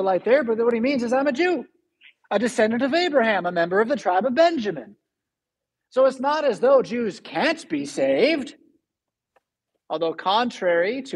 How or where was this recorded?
large echoing room